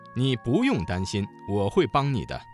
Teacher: 不用这个词当中的不字在4声之前变成了2声 · Term: 语流音变